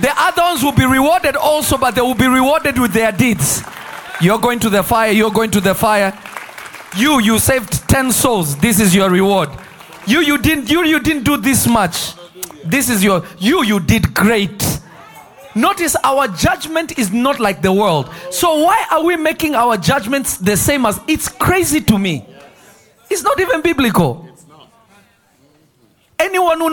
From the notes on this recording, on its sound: This Episode was recorded live at Revelation Church in Simi Valley, CA.